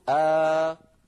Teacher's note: إذا وجد هذا الأمر في كلامهم، يعني العربي لا يقول أ، فإذا وجد هذا في كلامه أبدل الثانية الساكنة حرف مد مجانس لحركة الهمزة الأولى فتصير آ